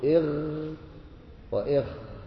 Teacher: اثنين من أدنى الحلق مما يلي اللسان، أقصى وسط أدنى مما يلي اللسان، وهما الغين والخاء، والخاء أقرب من الغين. تقول إغ وإخ فوق فوق شوي. · Term: الحروف الحلقية